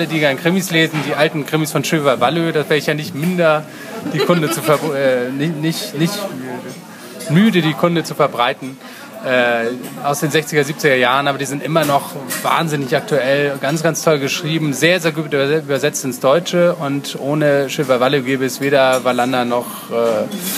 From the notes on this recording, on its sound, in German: Entschuldigt bitte, dass die Tonqualität leider nicht auf unserem üblichen Niveau ist, da das Interview in einem öffentlichen Umfeld aufgenommen wurde.